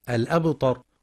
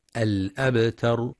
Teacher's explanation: وبعضهم يفخم التاء فيقترب لفظا من الطاء الأبطر، والصواب ترقيقها